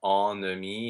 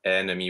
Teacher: It's really ennemi with the open e, which is different from other words in French that starts with the en combination · Shown in: second take